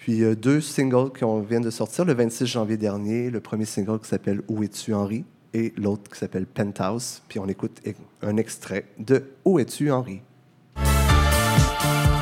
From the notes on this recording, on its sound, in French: émission spéciale enregistrée au Saint-Suave Librairie-Café à Québec